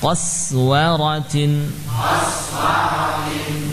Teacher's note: Qafnya tebal, qa sinnya jangan menebal.